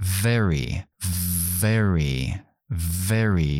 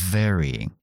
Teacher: mis dientes están en el labio y activo la voz · Term: labio dental